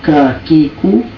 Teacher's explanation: দ্বিতীয় মাখরাজ জিভার গোড়ার একটু বাহিরের দিকে কাফ